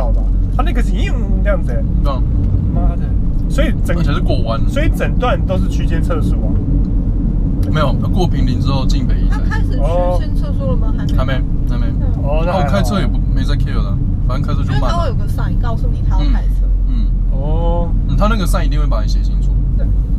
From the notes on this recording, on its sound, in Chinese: 開車、講幹話、去宜蘭。GoPro錄音，聲音頗爛，盡請見諒。